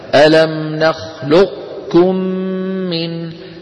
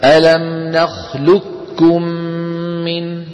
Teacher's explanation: يطبقون على قاف غير مقلقلة ويباعدون على كاف · Shown in: first take · Term: صفة الاستعلاء